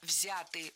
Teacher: Не взяты, а взяты. Ударение в этом слове сохраняется на первом слоге.